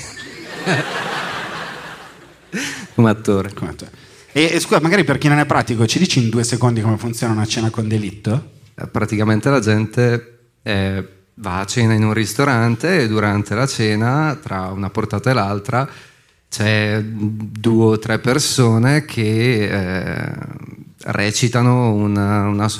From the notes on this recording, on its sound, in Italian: In questo primo episodio live della terza stagione di Cachemire Podcast. Circondati dalle mura del teatro Franco Parenti di Milano.